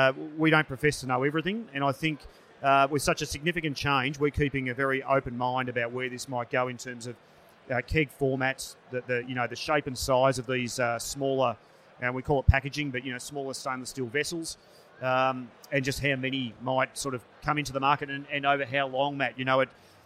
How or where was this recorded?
busy venue